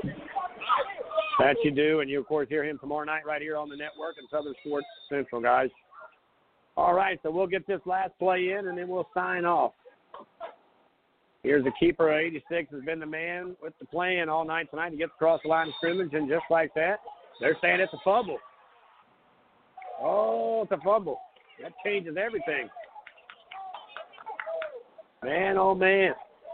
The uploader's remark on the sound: coming to you live from North Charleston at the Danny Jones facility